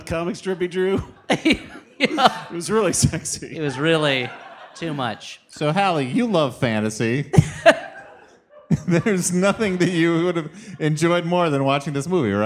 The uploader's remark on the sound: We continue to exploit our vault of unreleased live shows